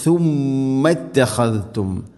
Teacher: മൂസ ബിൽ ബയ്യിനാതി സുമ്മ തഖദ്തും, സുമ്മ സുമ്മ അല്ല, സീനല്ല, സുമ്മ നമ്മുടെ നാവിൻ്റെ അറ്റം മുൻപല്ലുകളുടെ ഇരുനിരകൾക്കിടയിലൂടെ അല്പം പുറത്തോട്ട് വരണം